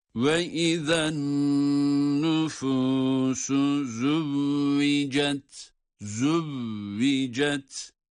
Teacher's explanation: nun harfi şeddeli okunduğu için burada nunu tutuyoruz